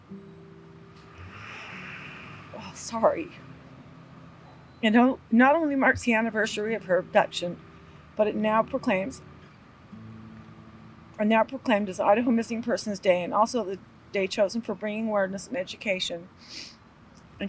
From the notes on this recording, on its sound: This also includes the full recording from the Missing Persons Day event held in front of the Bonneville County courthouse.